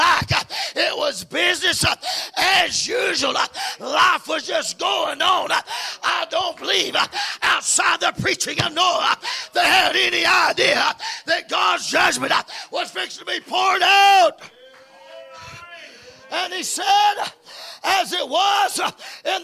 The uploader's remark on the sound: Preaching at Cunningham Holiness fellowship meeting. Broadcast on Echoes of Holiness Radio.